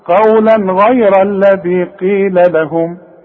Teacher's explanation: عندي تنوين وبعده غين، والغين من حروف الاظهار ما غنش